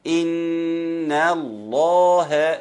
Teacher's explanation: النون مرققة وننطقها بالرغم من الغنة بتاعتها، وما نخليش اللام بتاعت اسم الجلالة يشدها الفوق معاه في التفخيم، إنما إنا أخلصها وانتقل من مرقق لمفخم.